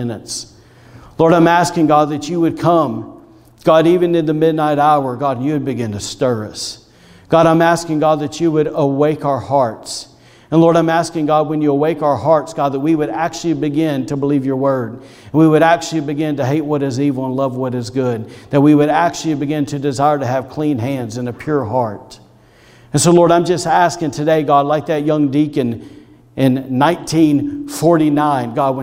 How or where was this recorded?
large echoing room